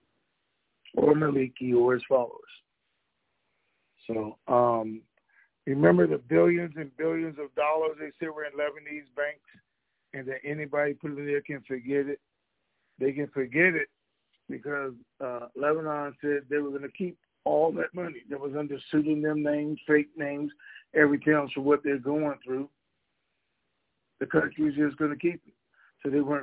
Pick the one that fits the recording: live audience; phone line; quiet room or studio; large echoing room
phone line